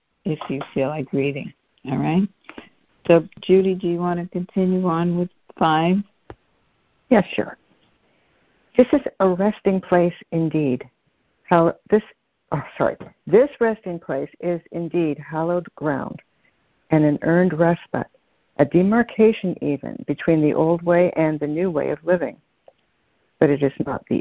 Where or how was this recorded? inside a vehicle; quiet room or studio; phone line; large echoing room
phone line